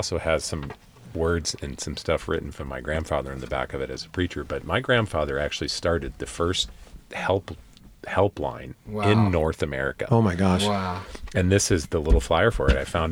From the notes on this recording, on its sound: Recorded on Donner Summit at the site of the event. Interview recording on old Highway 40 on Donner Summit.